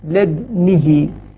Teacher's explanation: يعني يقول لدو غلط، لدنه هكذا، لد يعني أنا أقلقل لدنه، أنا أعطيت الدال ساكنة مع إشمام الضم. يعني لو صورناها على البطيء يعني نقول لدنه، لد نعم هذه على البطيء هكذا.